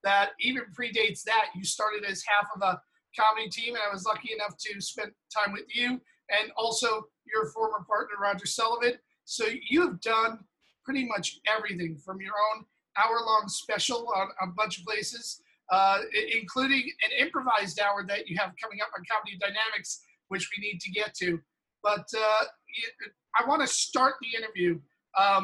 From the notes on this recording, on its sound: He dropped into the Zoom room